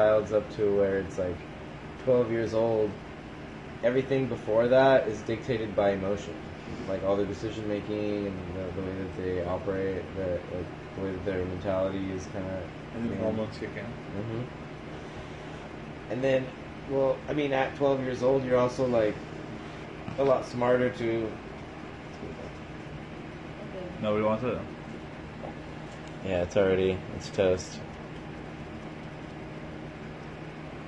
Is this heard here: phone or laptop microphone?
yes